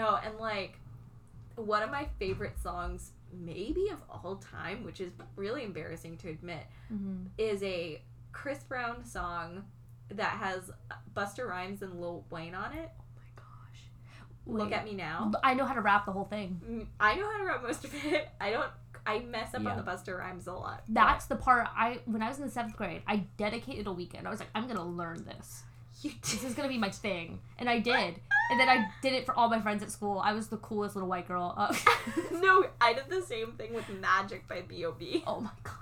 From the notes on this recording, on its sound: sorry about the mouth noises!